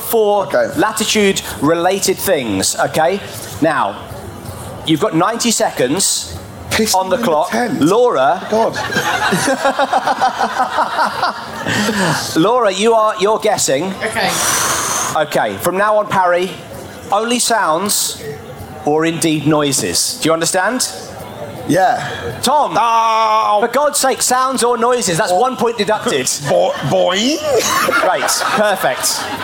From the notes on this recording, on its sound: Recorded live at the Latitude Festival.